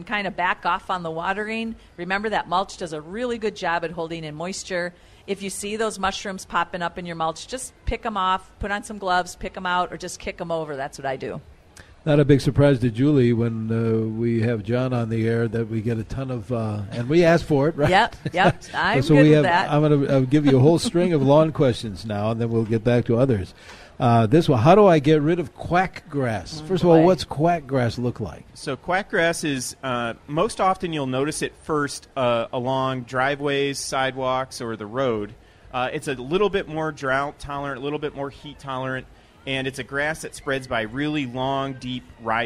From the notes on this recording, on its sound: live from the MN State Fair